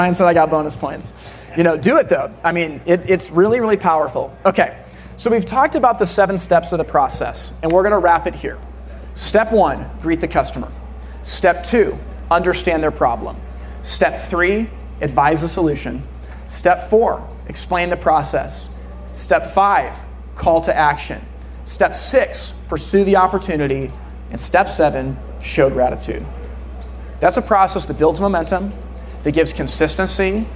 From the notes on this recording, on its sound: NE Distribution Keynote. A keynote address that he gave in the summer of 2023 in New Hampshire.